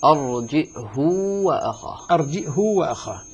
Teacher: فهشام يقرأ بالهمز ويقرأ أيضا بصلة الهاء وإشباعها. أرجئه وأخاه.